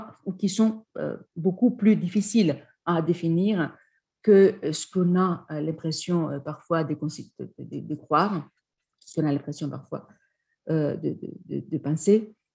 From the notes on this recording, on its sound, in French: Enregistré sur zoom